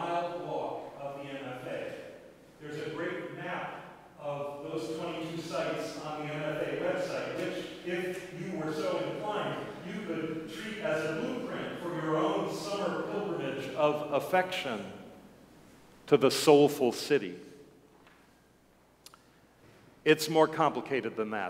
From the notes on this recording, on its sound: Sermons from Old South Church in Boston